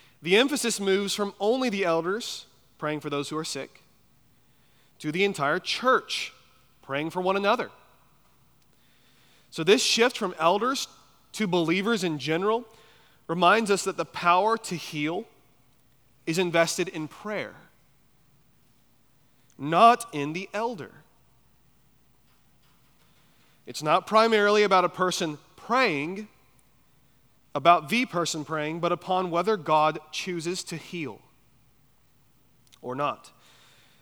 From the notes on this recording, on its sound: at Chaffee Crossing Baptist Church in Barling, AR.